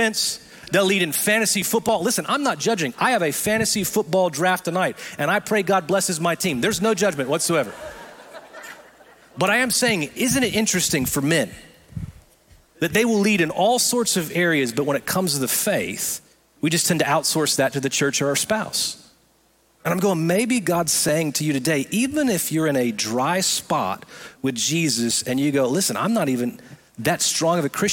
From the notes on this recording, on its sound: Recorded live at Brookwood Church.